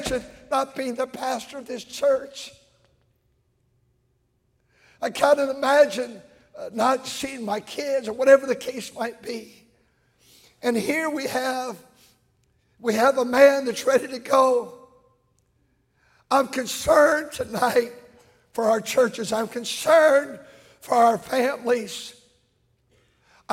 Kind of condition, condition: setting, large echoing room